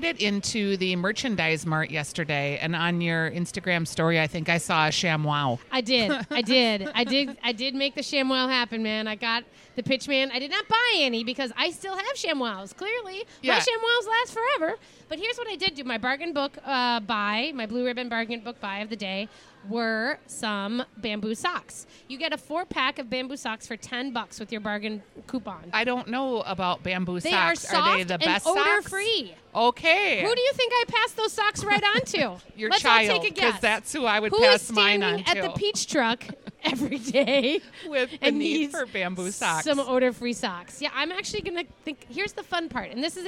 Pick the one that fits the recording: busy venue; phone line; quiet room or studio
busy venue